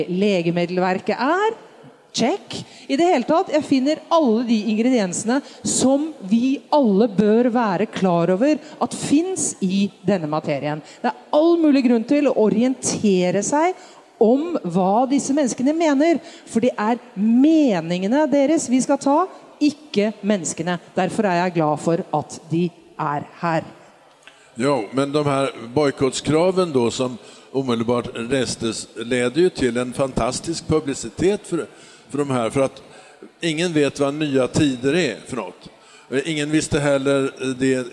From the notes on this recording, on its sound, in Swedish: Spelar in avsnittet inför publik på bokmässan i Göteborg.